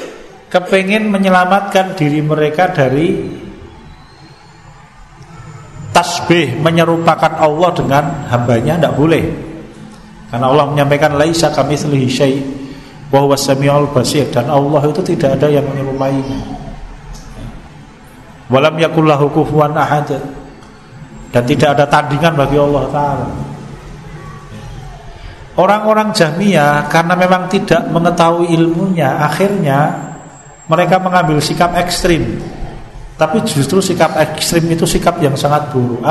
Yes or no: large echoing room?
yes